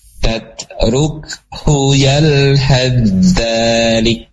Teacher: huruf sa-nya masuk ke dalam huruf za · Term: idgham